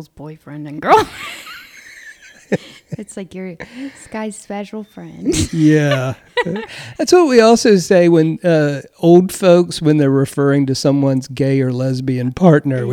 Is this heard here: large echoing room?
no